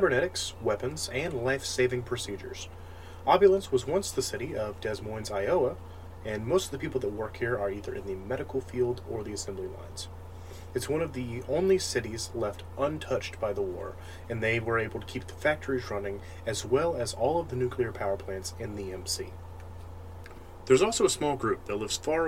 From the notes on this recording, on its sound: I am very sorry about the background noise, my PC fans are very loud and I am working towards a replacement/better mic.